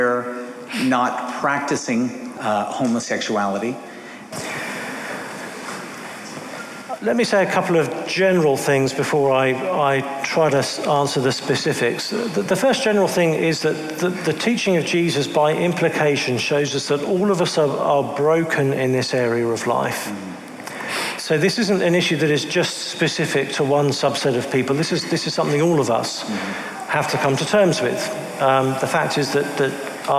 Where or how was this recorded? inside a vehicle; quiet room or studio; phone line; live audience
live audience